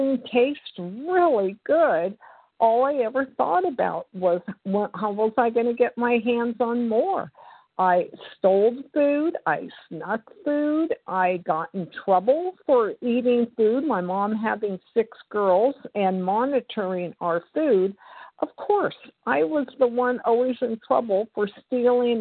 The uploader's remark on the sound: from the 100 Pounders Phone Meeting, 3/14/23